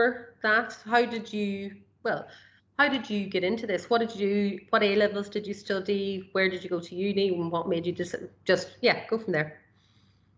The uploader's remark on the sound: This conversation originally took place during lockdown as a video interview rather than audio